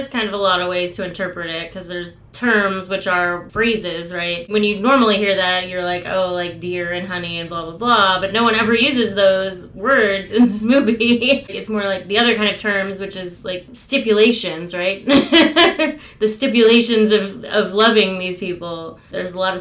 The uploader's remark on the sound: Series 3 of Paid in Puke is recorded in quarantine via Zoom so our sound quality has taken a slight dip.